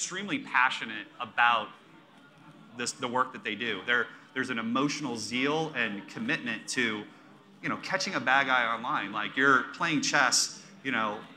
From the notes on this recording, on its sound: highlights from Beat the Breach, an event cohosted by Passcode and Invincea during the RSA Conference in San Francisco